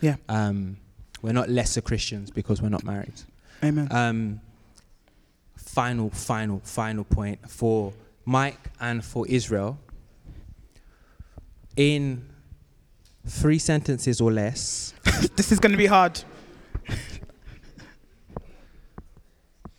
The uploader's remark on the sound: Audio from the Black Berea Live Event.